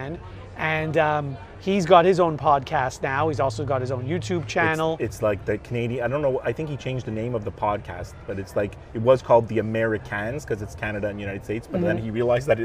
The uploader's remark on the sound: Recorded on location from the pool at the Wynn hotel in Las Vegas.